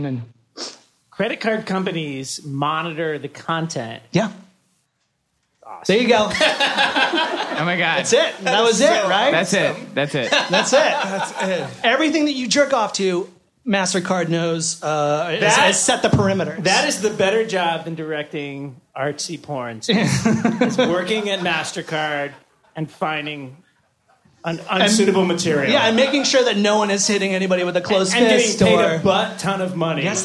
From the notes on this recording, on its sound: Live at Union Hall. Hosts for a live podcast taping at Union Hall, Brooklyn.